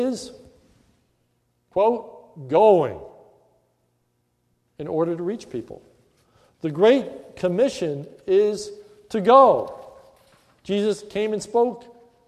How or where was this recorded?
large echoing room